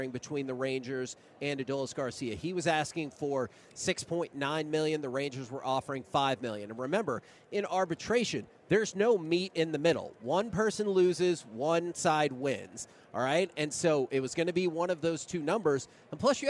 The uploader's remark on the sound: LIVE from Radio Row in Las Vegas!